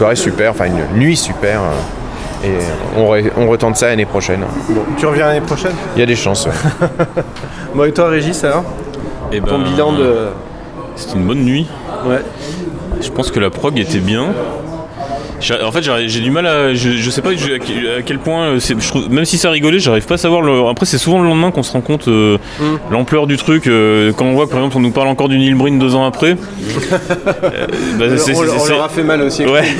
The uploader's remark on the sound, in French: Un debrief enregistré au petit matin devant le Grand Rex